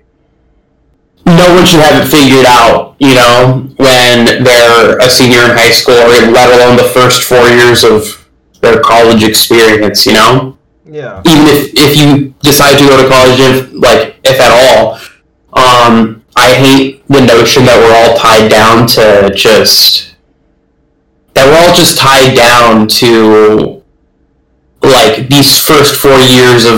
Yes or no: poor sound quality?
yes